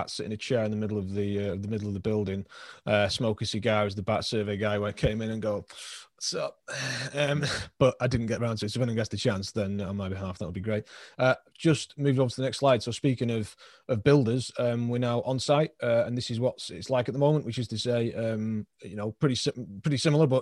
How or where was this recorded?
video call